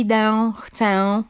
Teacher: Zbyt dobitne wymawianie e na końcu wyrazu. Czyli idę, chcę, prawda?